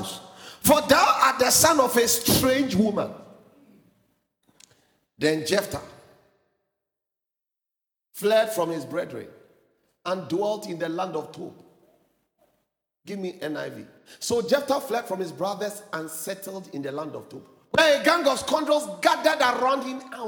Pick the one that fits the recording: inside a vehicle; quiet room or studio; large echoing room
large echoing room